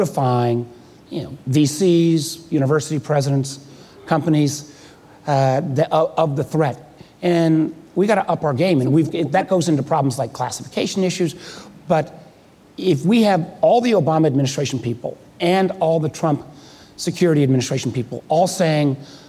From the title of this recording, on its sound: Live at Code 2018